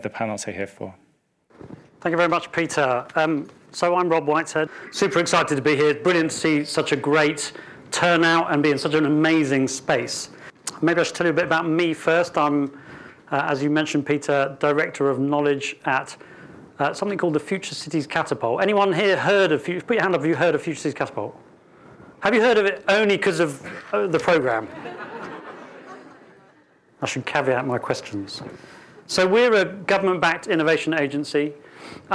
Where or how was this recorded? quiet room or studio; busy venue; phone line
busy venue